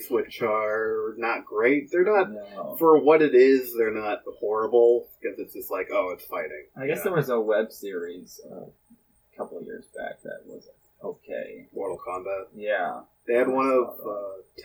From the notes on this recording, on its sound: APOLOGIES, THIS EPISODE CONTAINS POOR AUDIO QUALITY. From a fish bowl.